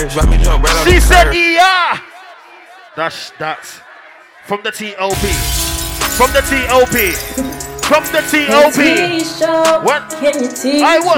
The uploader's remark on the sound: LIVE HIPHOP SET AT 21DEGREES EVENT.